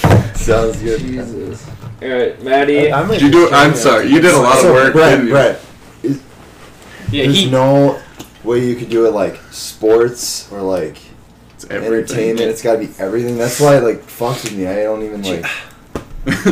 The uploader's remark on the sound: Sorry for the poor audio